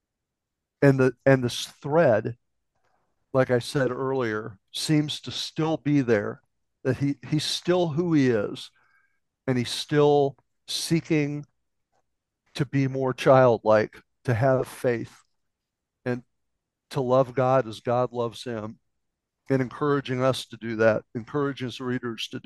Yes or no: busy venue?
no